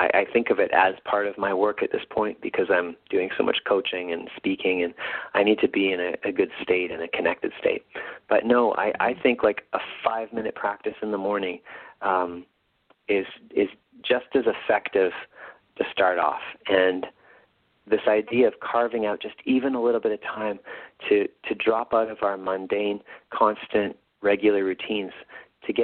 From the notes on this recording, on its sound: call in radio show